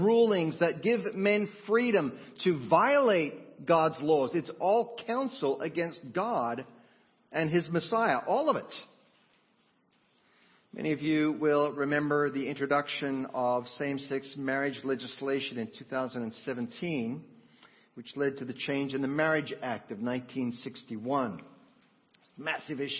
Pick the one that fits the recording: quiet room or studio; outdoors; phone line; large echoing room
large echoing room